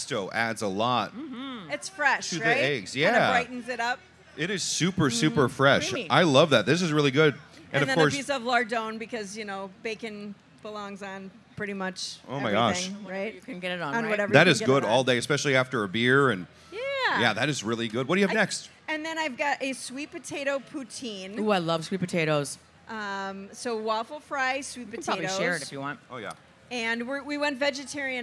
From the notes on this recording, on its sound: Live from the MN State Fair! Say Too Much LIVE from the Minnesota State Fair!